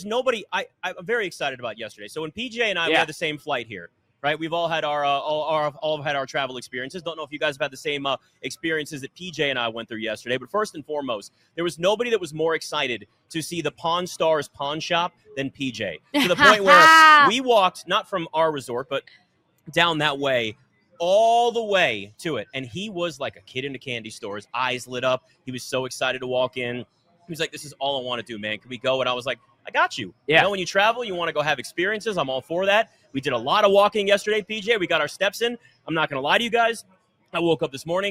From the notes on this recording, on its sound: LIVE FROM LAS Vegas at Mandalay Bay!